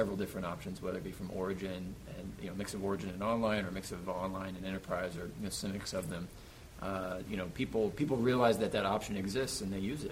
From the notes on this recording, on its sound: Live from Red Hat Summit